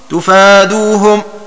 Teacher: بضم التاء وفتح الفاء وألف بعدها، وهو مراده بالمد، وأخذ فتح الفاء من إثبات ألف بعدها، إذ لا تثبت الألف إلا حيث يكون ما قبلها مفتوحا، فاكتفى بذكر المد عن ذكر الفتح.